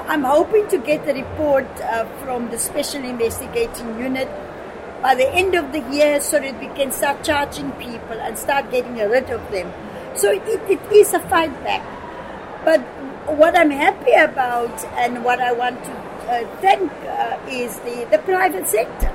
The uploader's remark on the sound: Recorded at this year’s World Travel Market, London.